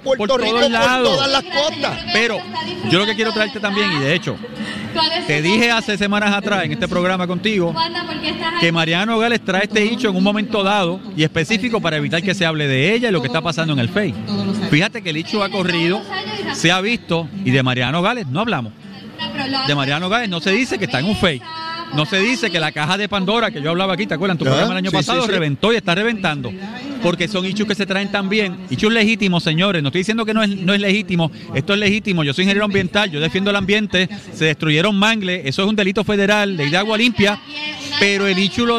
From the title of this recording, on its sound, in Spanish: en directo desde el Coca Cola Music Hall